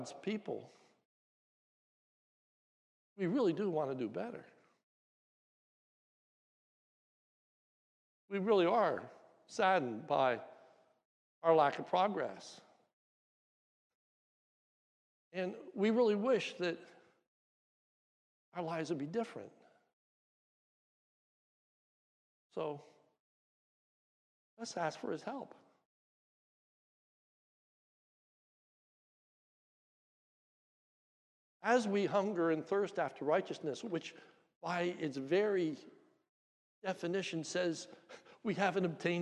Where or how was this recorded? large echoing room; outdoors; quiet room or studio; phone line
large echoing room